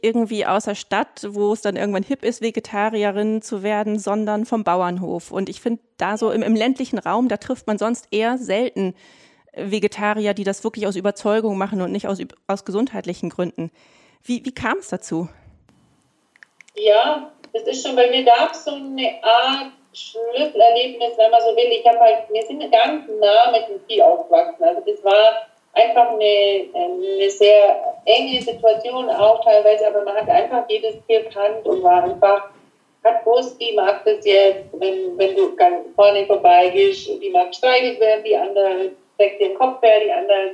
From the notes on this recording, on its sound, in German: Wegen eines technischen Problems bei der Aufnahme liegt die Audio-Qualität dieser Folge leider etwas unterhalb unseres Standards.